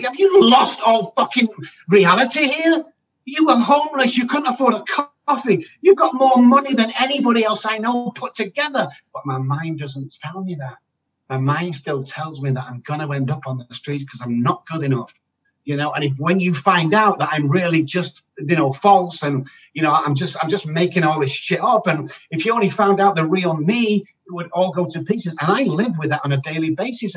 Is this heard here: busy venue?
no